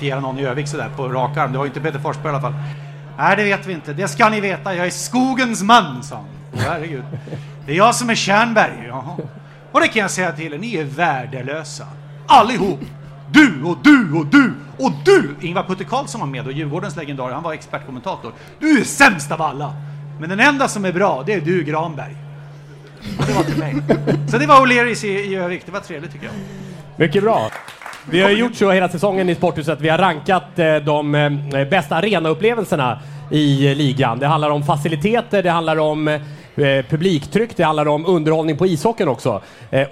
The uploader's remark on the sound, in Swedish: Återigen dags för livepodd med publik.